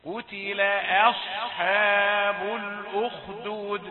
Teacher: همزة رقيقة والصاد مفخمة والحاء رقيقة